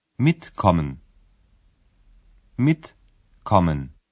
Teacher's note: In the infinitive form, the verb is written as one word. When you pronounce the infinitive, the prefix is accentuated.